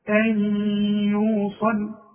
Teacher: نون سكنة وبعدها ياء، يبقى إدغام. العلامة النون بدون تشكيل، مش عليها السكون بقى زي ما خدنا في اول الدرس، ان يكون عليها السكون اذا كان ايه من حروف الاظهار، انما دي بدون تشكيل بعدها ايه، يبقى ايه ده ادغام.